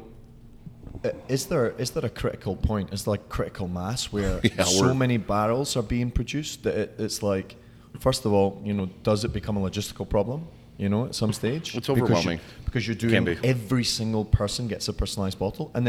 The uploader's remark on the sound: Live from Warehouse Liquors in Chicago, IL